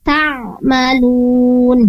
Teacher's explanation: Ainnya perlu diperbaiki. Untuk huruf ain sendiri, makhrajnya atau tempat keluarnya berada di wasatul halqi.